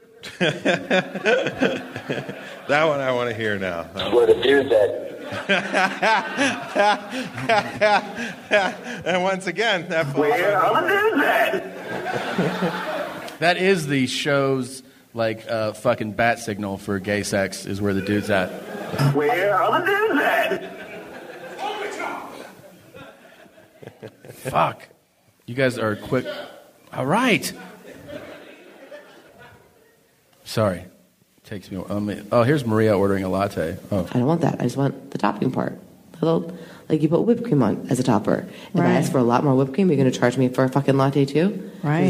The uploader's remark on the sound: Live from Denver